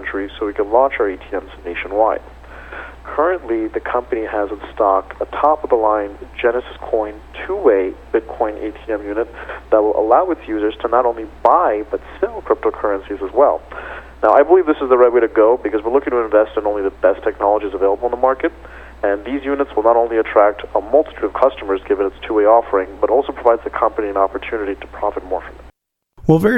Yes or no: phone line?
yes